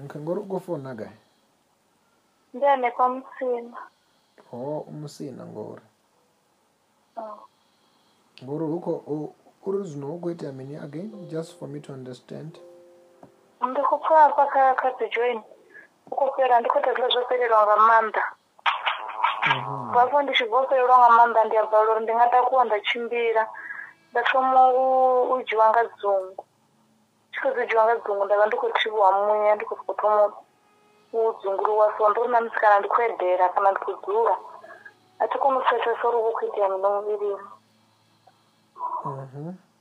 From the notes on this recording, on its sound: Deliverance over the phone in JESUS NAME.